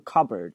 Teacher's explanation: p 后面接一个辅音 bb，这个前面这个 p 就不发音了，所以它不会读成 cupboard，它读的是 cupboard，而且那个 b o a r d 直接略读成 rcupboard，不是 cupboard，我们会读成 cupboard。 · Term: 爆破音